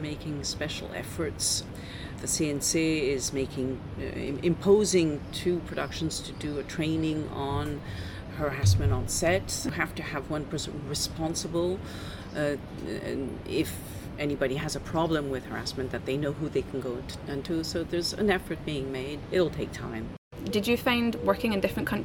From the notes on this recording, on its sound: Live from the bustling Cannes Film Festival 2022. This was my first ever, in person, live interview and not over Zoom (for once!)...recorded in a slightly noisy hotel restaurant hence the odd clinking noise, or plate clattering.